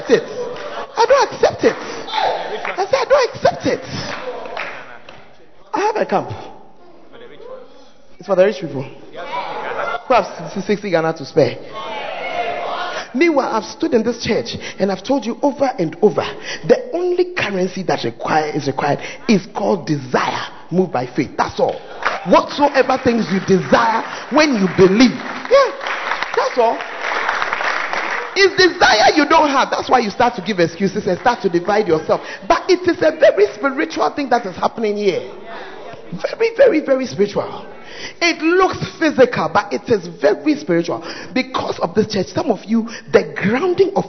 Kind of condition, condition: setting, large echoing room